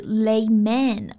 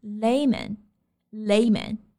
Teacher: lay 的男人是谁呢？他谁都不是，就是一个门外汉。所以呀、layman 这个词指的就是外行，非专业人员。那么 layman'sterms，这里的 terms 注意啊，也是一个复数，意思是措辞、说法、表达方式。所以 layman's terms 它指的就不是专业术语、行话。所以呢，如果你 explain something in layman'sterms，就是说用非常简单的、通俗易懂的语言来解释。发音上啊，我们注意一下 layman 它的元音 lay，中间是一个双元音 alay。后面的 man，注意呢，在合成词里面我们就不发梅花音 man，而是弱化成一个 schwa 的央元音 · Shown in: second take · ，所以不是 layman，而是 layman，layman。So, I'll explain that in layman's terms.今天的句子你学会了吗？对啦，如果想要领取本期节目的笔记啊，欢迎在微信搜索早安英文公众号，私信回复嘴巴两个字，嘴巴是说话的嘴巴，就可以领取到我们含往期在内所有的文字版笔记啦。